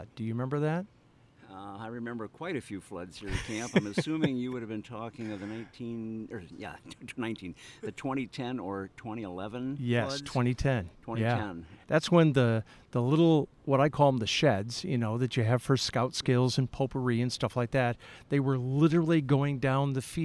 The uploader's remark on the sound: Today we’re at the Boy Scouts and Blackhawk Area Council’s Canyon Camp just outside Stockton, Illinois.